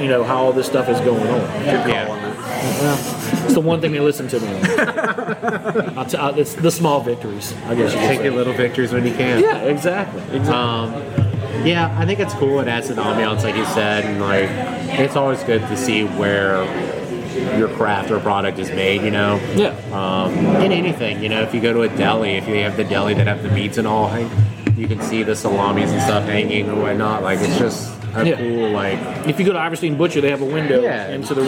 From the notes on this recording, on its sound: at Cypress Coast Brewing in Baton Rouge